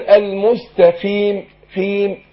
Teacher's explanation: والقاف مكسوره هتاخد ادنى درجات التفخيم